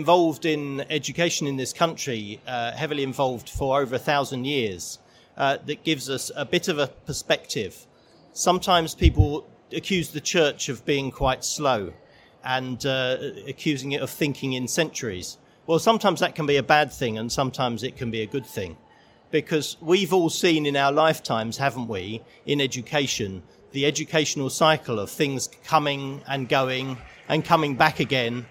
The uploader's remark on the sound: In the MAT Summit of the Schools & Academies Show at the NEC in Birmingham.